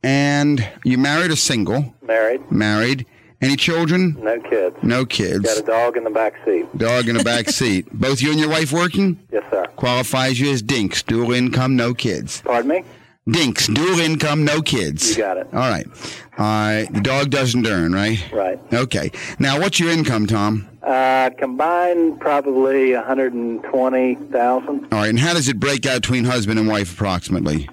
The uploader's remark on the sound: Financial planning call-in show.